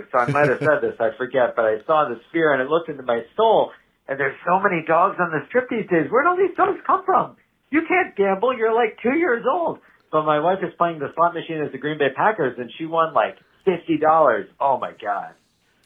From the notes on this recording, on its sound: Listener calls